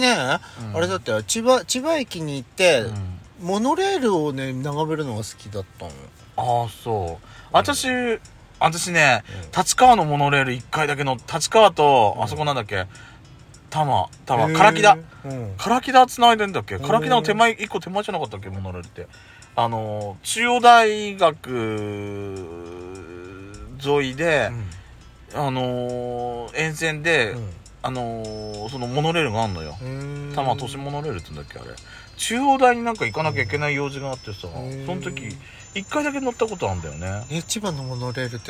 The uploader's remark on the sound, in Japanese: パーキング収録